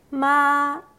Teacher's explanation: 第一声、高く平らな音